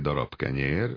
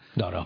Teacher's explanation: azt a B-t, amit a darab általában B-vel ejtjük, de itt zöngétlenül ejtem, darab, akkor az már a következő máshol hangzó miatt történik. · Term: regresszívnek